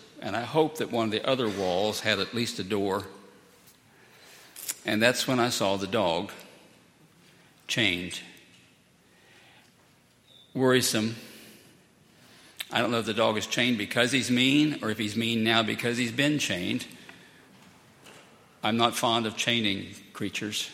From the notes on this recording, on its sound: at Highland Baptist Church